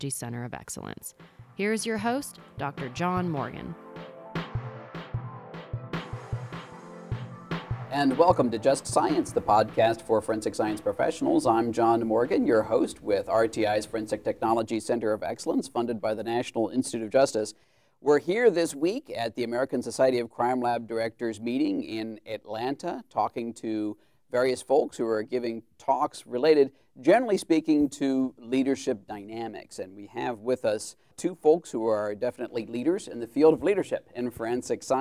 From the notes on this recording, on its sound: The majority of these interviews were recorded at the 2018 ASCLD Annual Symposium in Atlanta, Georgia.